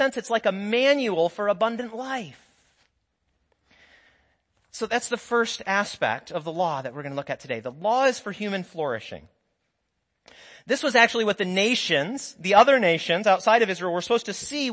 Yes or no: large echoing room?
yes